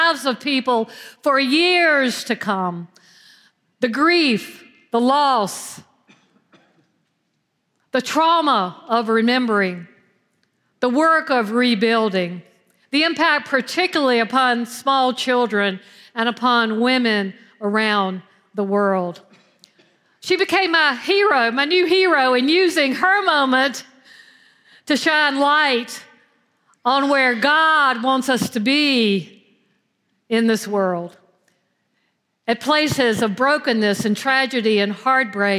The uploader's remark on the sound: at Foundry United Methodist Church on Easter Sunday April 9th, 2023.